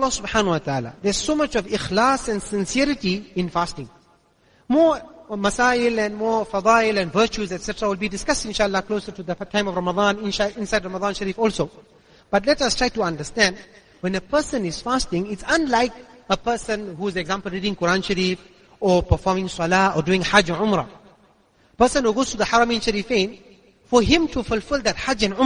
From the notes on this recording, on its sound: Jumuah lecture at Masjidus Siddique